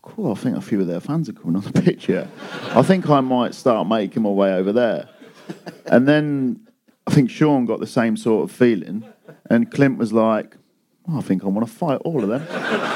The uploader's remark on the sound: We are back on stage at a sold out Streatham Space Project